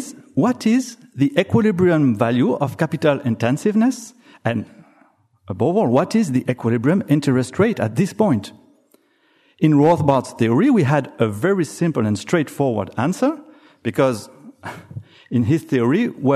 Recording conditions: live audience